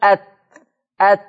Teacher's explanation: هتجد ان ظهر طرف اللسان اصطدم باصول الثنايا العليا